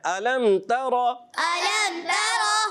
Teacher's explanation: را کو پر کرنا ہے تا کو باریک رکھنا ہے